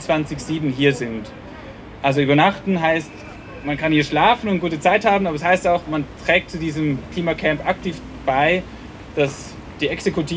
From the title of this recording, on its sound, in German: O-Ton] Eröffnung des Klima-Protest-Camps am 23. Mai 2021 am Donaukanal in Wien